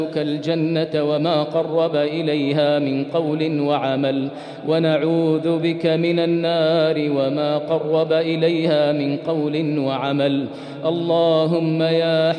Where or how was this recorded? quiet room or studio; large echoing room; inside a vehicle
large echoing room